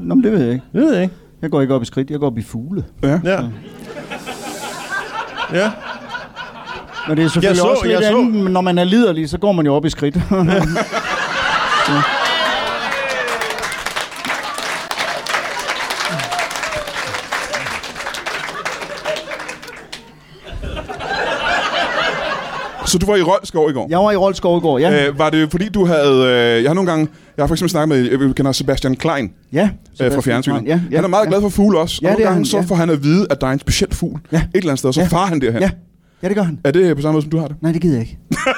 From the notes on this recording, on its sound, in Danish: LIVE fra 27b i Kolding.